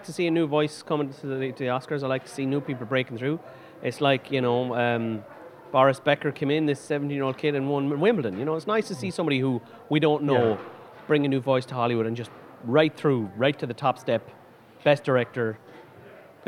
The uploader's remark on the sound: Recorded at Eye Cinema Galway.